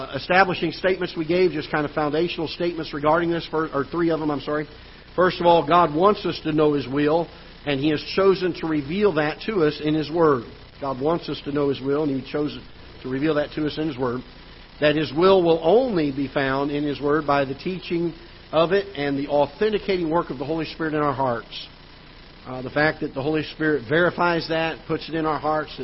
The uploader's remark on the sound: Ketha Heights Baptist Church ~ Live Broadcast